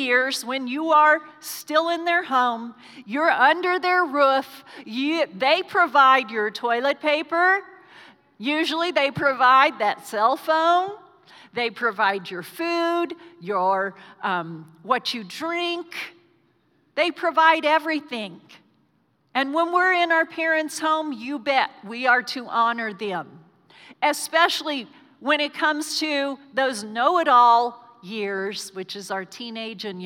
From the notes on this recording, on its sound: Recorded live during our Sunday morning service